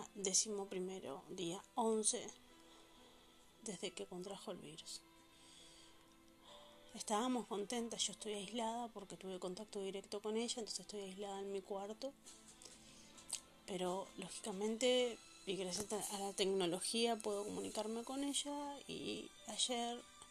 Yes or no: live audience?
no